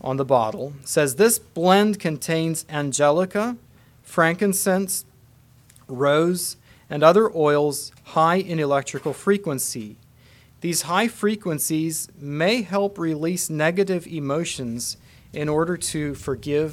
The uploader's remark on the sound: Message preached at Word of Hope